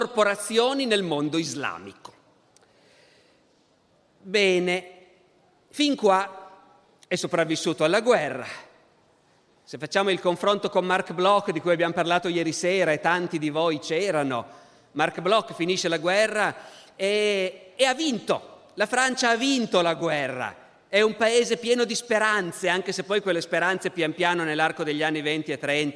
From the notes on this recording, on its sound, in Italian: Registrato al Festival della Mente 2015 in Sarzana.